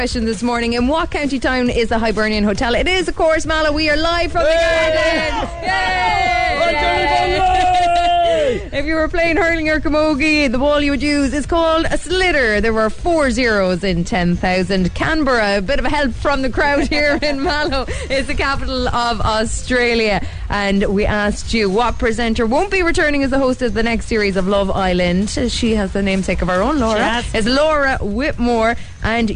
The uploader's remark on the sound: came live from the Garden at the Hibernian Hotel in Mallow